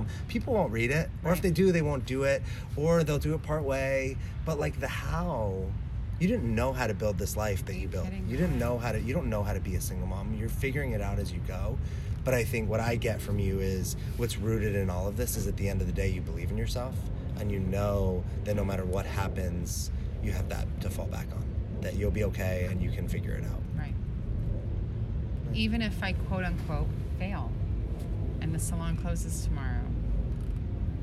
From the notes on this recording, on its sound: Due to some unexpected circumstances, we ended up recording outside near a little pond. The natural acoustics we discovered.